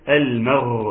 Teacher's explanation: خلوها تجري جريان الصوت في الغين، واسمه حرف غرغرة.